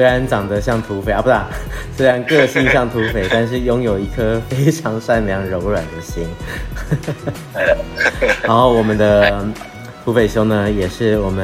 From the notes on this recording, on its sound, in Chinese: 今天節目，將以電話訪問的形式播出。